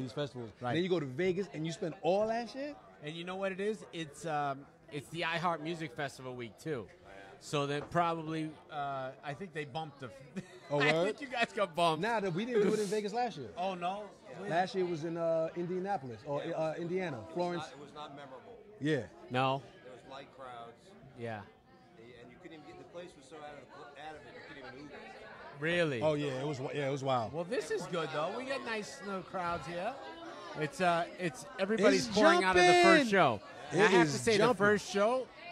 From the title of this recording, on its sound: at The World Series of Comedy!